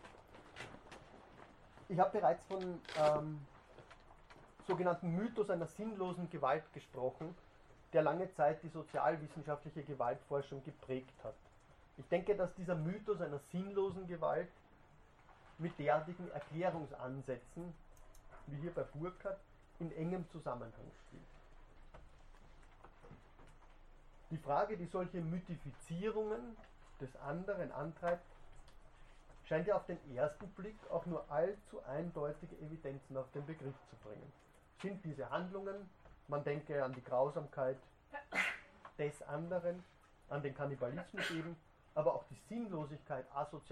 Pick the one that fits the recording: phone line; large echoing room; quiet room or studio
large echoing room